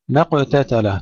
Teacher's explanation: ترقيق الميم ثم قلقلة القاف مع تفخيمها